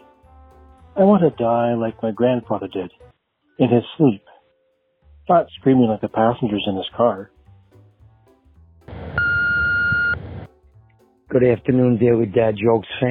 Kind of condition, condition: link, phone line